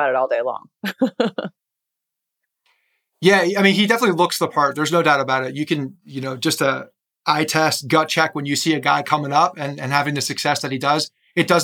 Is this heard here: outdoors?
no